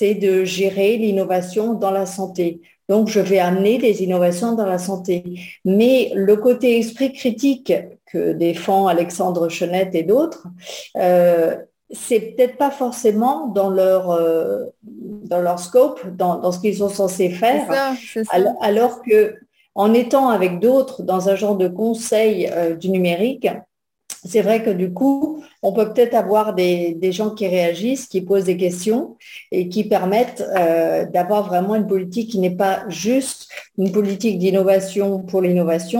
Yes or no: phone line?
no